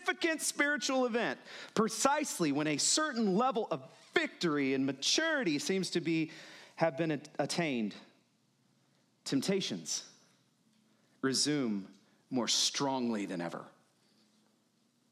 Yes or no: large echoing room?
yes